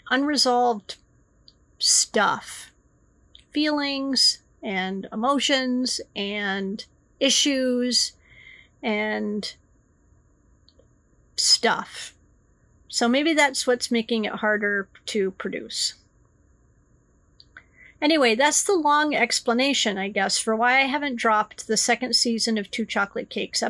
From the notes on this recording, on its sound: You can absolutely tell that I am tired today so sorry for all the little mistakes and noises that I didn't have to energy to edit out!